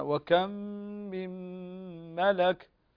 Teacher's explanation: ميم ساكن أو بعدها ميم مشددة تدغم إدغام مثلين صغير أو إدغام متماثلين صغير، وكذلك ميم ملك نون ساكن أو بعدها الميم فهنا إدغام بغنة من حروف ينمو.